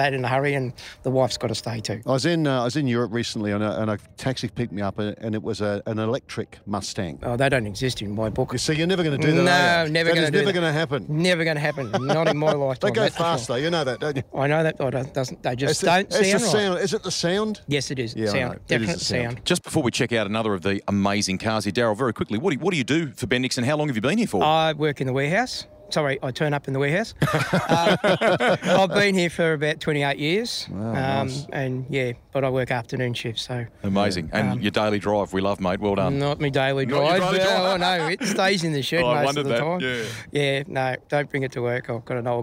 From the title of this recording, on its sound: Live from Bendix Brakes